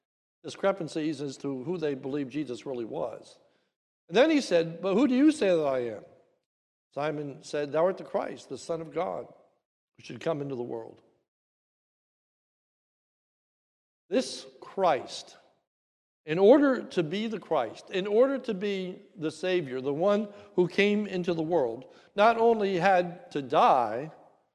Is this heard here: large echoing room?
yes